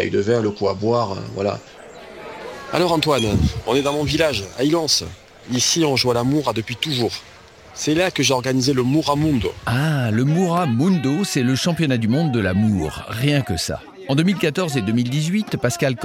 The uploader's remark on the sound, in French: Un audiotour du Mercantour, une marche avec les Randonneurs Nues de Provence. Une rencontre dans la montagne avec le gardien de la Mourra.